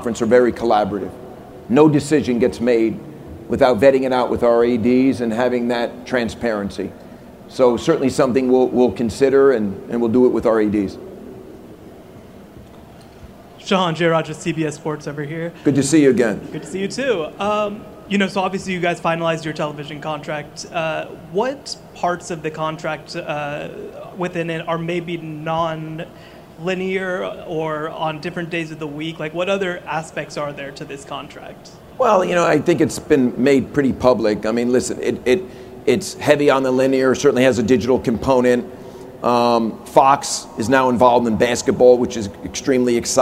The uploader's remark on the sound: press conference at Big 12 Football Media Days